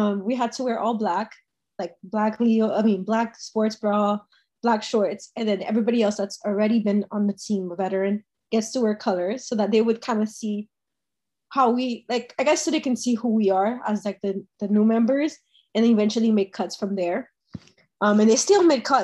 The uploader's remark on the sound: sorry about the audio quality, Zoom likes to mess with me sometimes